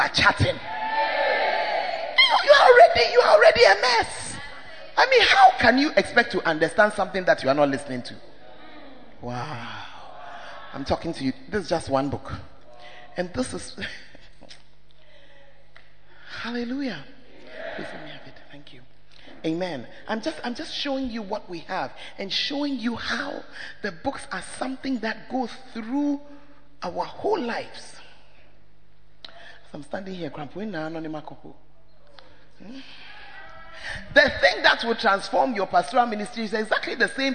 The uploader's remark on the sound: preached in First Love UCC